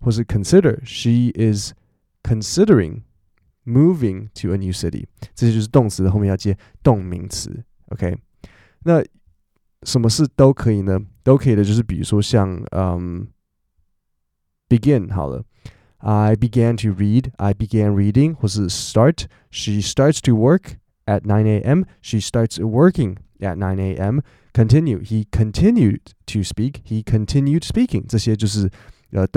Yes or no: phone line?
no